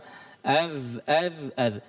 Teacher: Ujung gigi seri dengan ujung lidah dipertemukan. · Term: Huruf zal